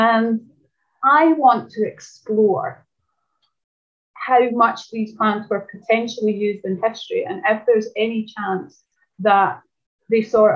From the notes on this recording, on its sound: Zoom Meeting.